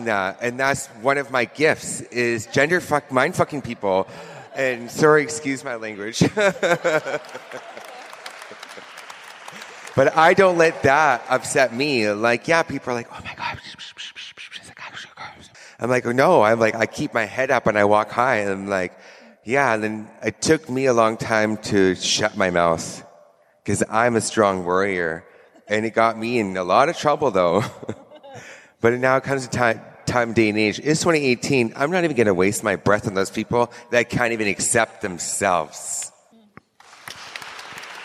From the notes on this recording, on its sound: This long-form episode was recorded live from SpiritPride Vancouver in downtown Vancouver, BC, Canada.